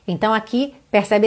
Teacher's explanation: percebe esses R's que não estão enrolados, poderiam estar